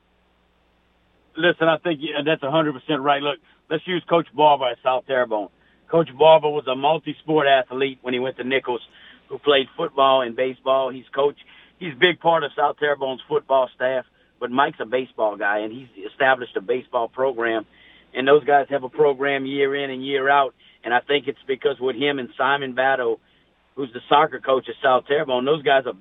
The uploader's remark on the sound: go to the phone lines